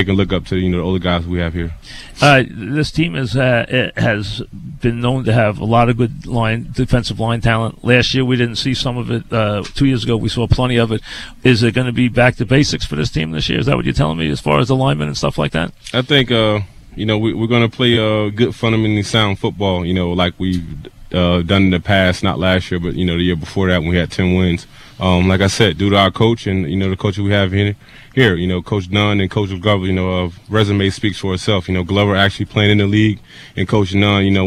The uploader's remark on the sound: live at Jets camp